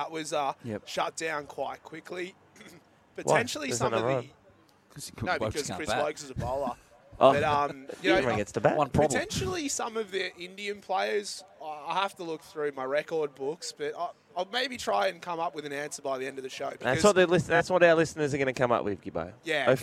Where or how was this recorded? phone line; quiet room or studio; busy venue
busy venue